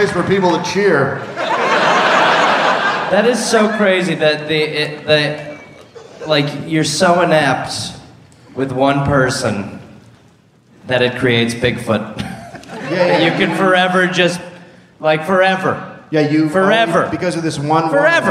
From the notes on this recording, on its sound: Live in Chicago. Recorded live at The Anthenaeum in Chicago, Illinois.